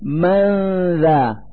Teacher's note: نلفظ النون الساكنة من كلمة من مخرج الذال من كلمة ذا، فنقول من ذا مع إظهار الغنة التي تدل على وجود نون ساكنة.